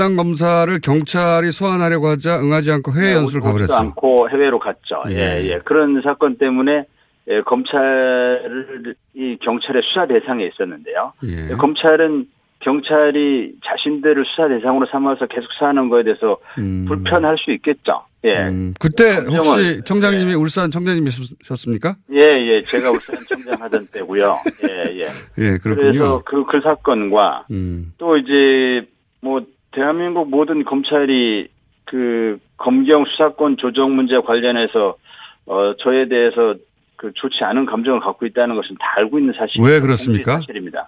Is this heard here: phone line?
yes